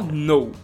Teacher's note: Isso, não fala o K ali, o K é totalmente mudo, é só know.